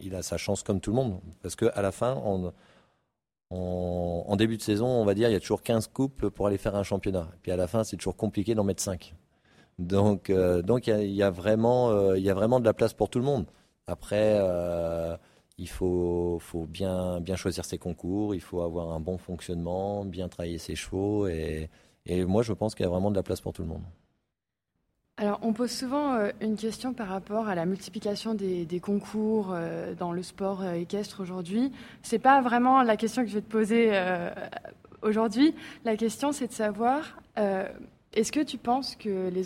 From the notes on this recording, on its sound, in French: Dans ce superbe épisode enregistré à Equita’Lyon.